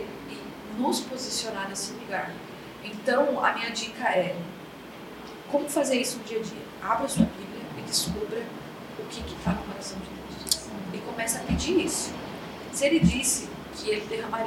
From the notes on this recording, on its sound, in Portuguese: dessa vez estivemos com a comunidade da Igreja Relevans na Relevans Conference 2023